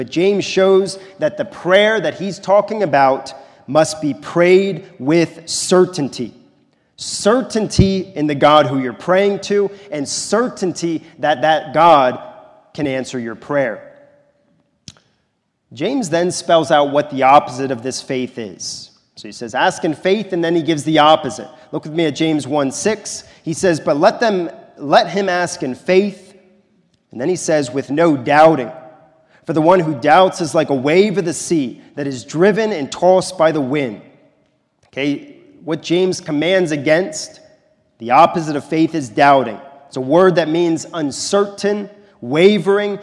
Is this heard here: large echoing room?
yes